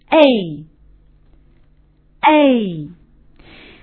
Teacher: a 是一个窄的双音，滑动距离比较小